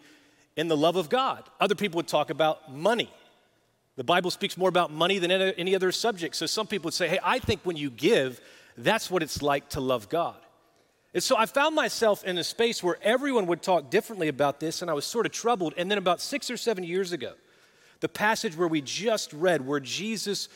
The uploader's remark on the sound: Recorded live at Brookwood Church.